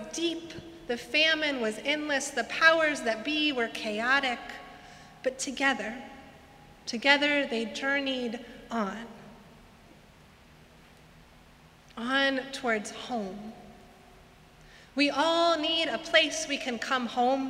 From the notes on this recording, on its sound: Sermons from Old South Church in Boston